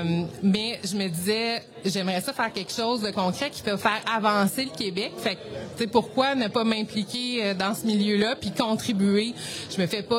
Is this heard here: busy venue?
yes